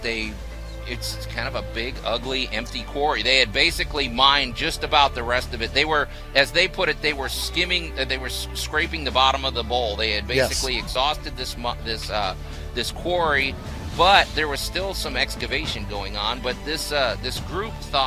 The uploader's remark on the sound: Live From The 2023 Cooper-Young Festival